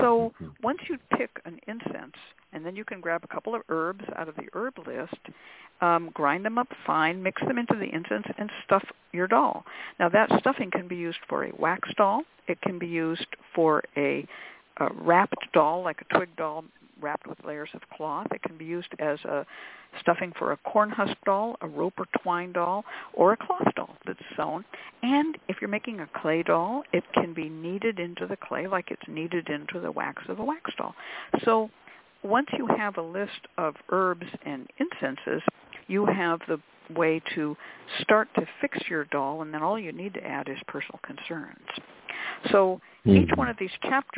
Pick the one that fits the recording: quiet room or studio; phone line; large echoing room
phone line